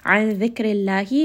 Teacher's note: name of Allah here is going to be light because the letter before, ra has a kasra. And then ra in this case is also light.